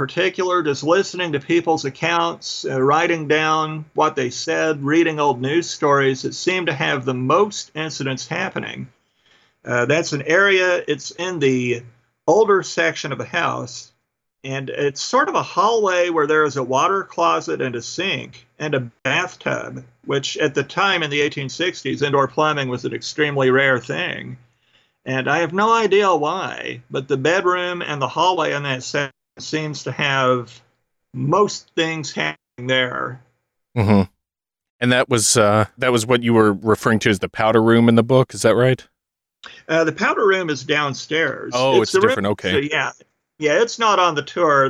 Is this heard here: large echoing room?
no